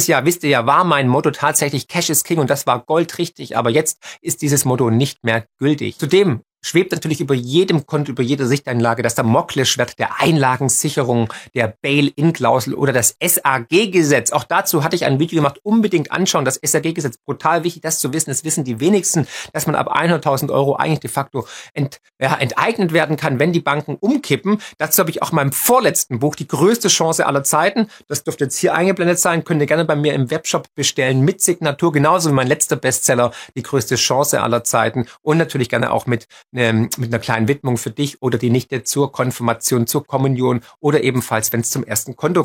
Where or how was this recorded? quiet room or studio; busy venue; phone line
quiet room or studio